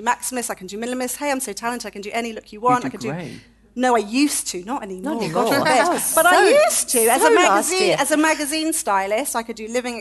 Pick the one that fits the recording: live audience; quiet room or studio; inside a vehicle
live audience